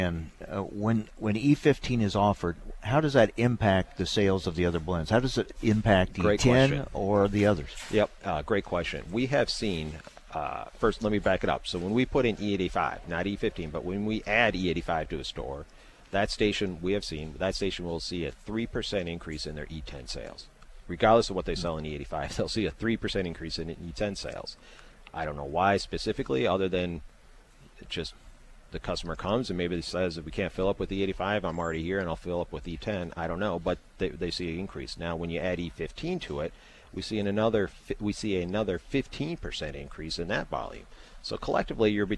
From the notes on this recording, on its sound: from the National Ethanol Conference in Orlando